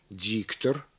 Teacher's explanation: произнося слово «диктор», мы выделяем первый слог некоторым усилением, замедлением и понижением голоса. · Term: слоговое ударение